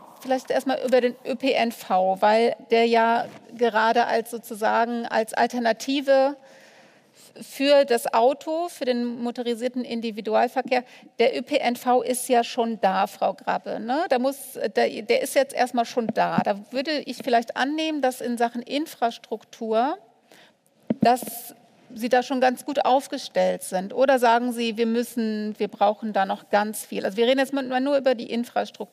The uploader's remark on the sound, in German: Panel-Diskussion beim KLIMA.FORUM.